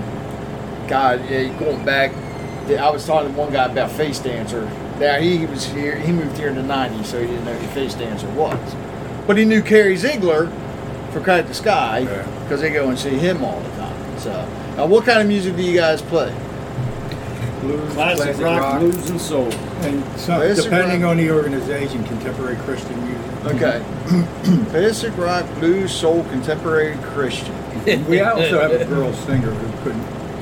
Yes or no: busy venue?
yes